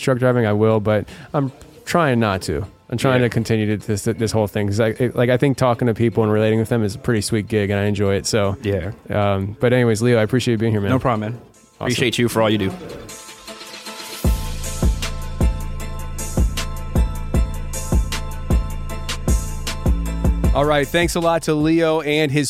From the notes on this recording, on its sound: I brought my recording equipment in hopes of interviewing people attending the conference and releasing our discussions as an episode. While I did get to have several people record with me, our time was cut short after the fourth guest.